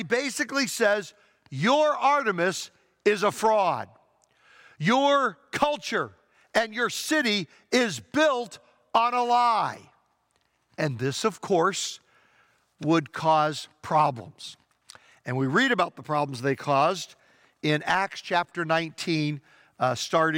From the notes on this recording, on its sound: Traditional Worship (In-Person Service)